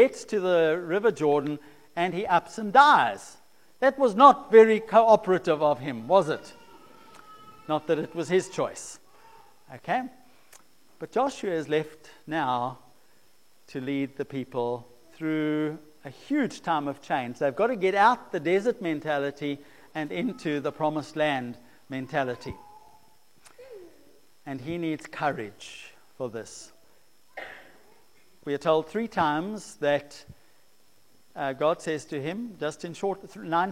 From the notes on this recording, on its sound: preached at St Marks Methodist, Cape Town